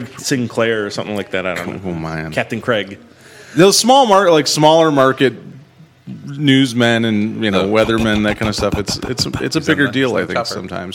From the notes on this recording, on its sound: Things get more and more hectic as the show moves along and the crowd grows for this evening of comics, art and plenty of beer.